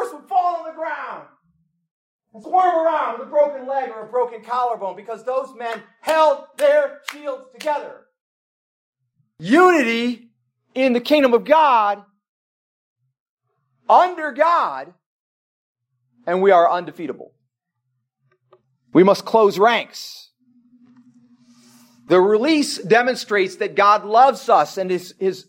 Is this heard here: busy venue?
no